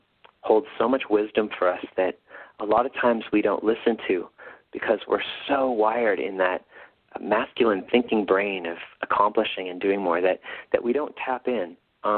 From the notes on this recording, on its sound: call in radio show